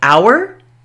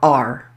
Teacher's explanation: It can be pronounced with the ow sound, as in hour, or it can be pronounced with the short O, the R sound, just like the word A-R-E.